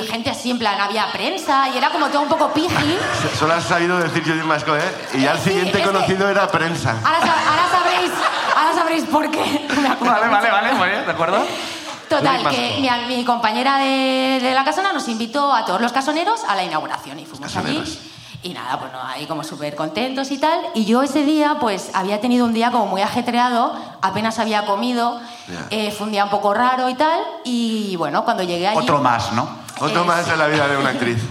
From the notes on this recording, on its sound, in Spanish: El público sube a contarnos